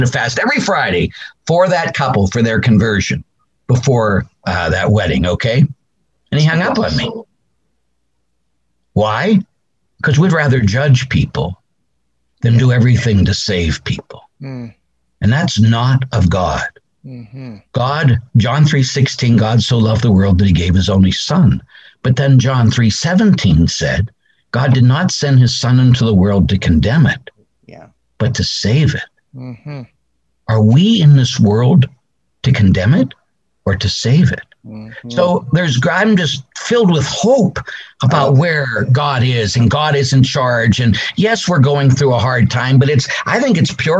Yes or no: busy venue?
no